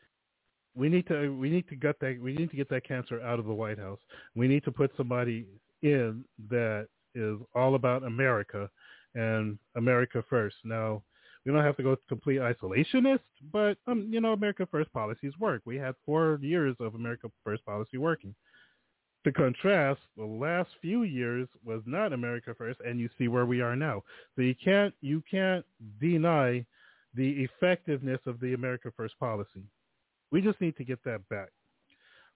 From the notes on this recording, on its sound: The phone lines are open in the second hour.